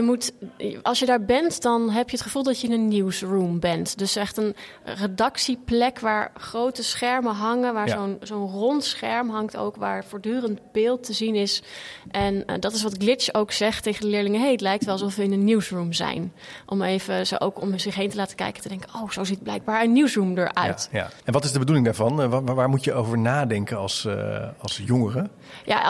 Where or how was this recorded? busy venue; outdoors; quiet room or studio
busy venue